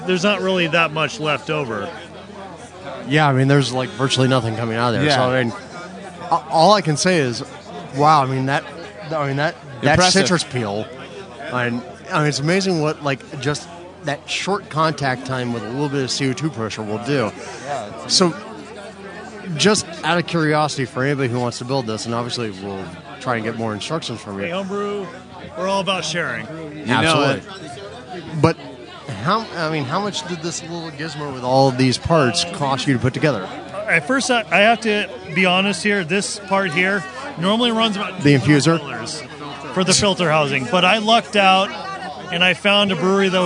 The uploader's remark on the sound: live from the Southern California Homebrewers Fest